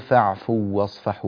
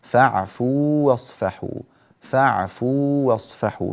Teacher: في قوله تبارك وتعالى فاعفوا واصفحوا، هنا هذه الواو من كلمة فاعفوا مع كلمة واصفحوا اجتمعت واوان، واو مدية وواو مفتوحة، فيجب تمييز الواو الأولى من الواو الثانية بحيث لا تندغم الواوان في بعضهما · Shown in: second take · ولا نقول فاعفوا واصفحوا مثلا، لا، فاعفوا واصفحوا، فاعفوا واصفحوا بهذه الطريقة.